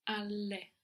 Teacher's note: take a little bit of time with alle to say alle and pronounce the two L's